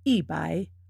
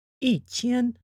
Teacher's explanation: It changes to a fourth tone if followed by a first, second, or third tone.